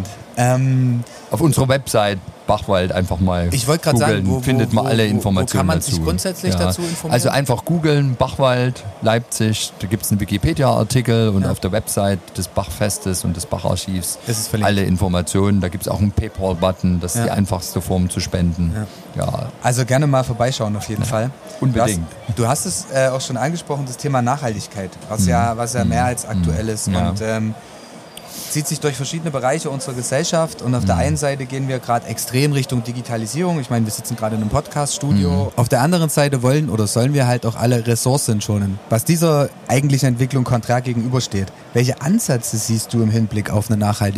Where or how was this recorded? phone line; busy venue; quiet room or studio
busy venue